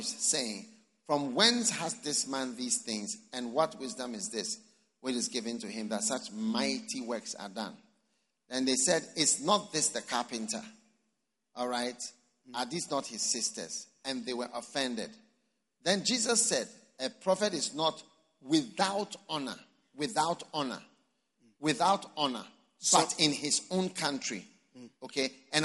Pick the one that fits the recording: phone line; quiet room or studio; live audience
live audience